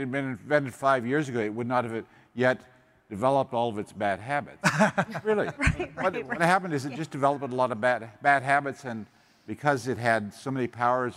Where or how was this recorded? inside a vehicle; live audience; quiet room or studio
live audience